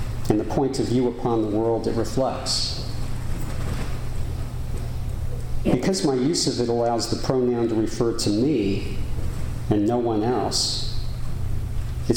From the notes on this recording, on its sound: Recording of a lecture delivered on October 16, 2015. As part of the Formal Lecture Series.